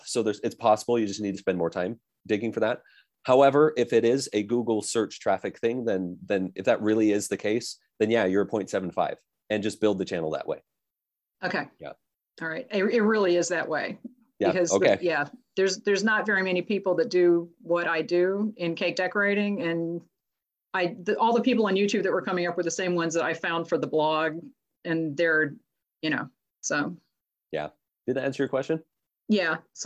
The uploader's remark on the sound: we’ve turned the audio from the YouTube System webinar into a podcast